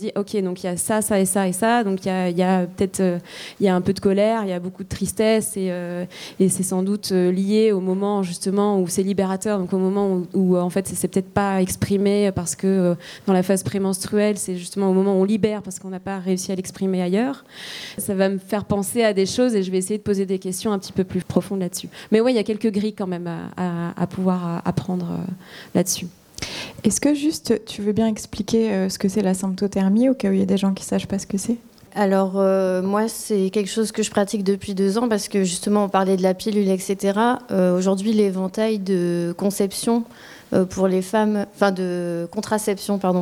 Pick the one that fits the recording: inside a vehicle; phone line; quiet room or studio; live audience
live audience